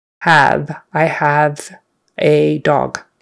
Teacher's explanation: Have, have. Make sure it's a short A and a V on the end, not an F.